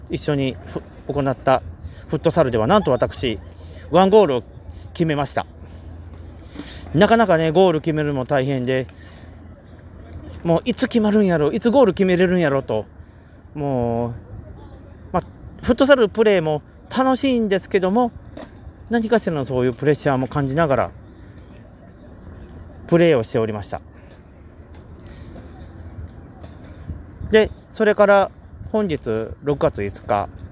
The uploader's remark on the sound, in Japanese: 今回は神戸メリケンパークからの収録ですねん